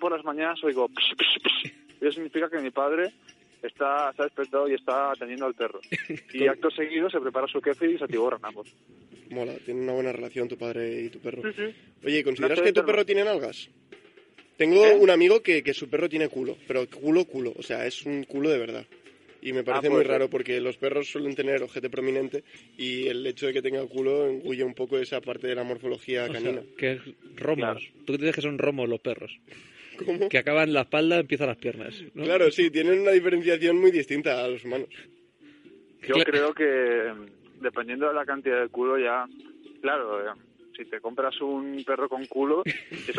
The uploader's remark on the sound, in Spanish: La mejor entrevista de la historia de la carrusa ha tenido lugar por teléfono. Nos lo cuenta mientras recoge sus cacas.